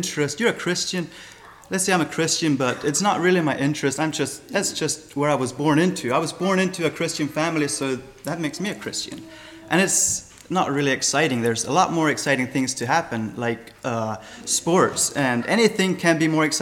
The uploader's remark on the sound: Sermon Recorded 11-26-23 at Millmont Mennonite Church.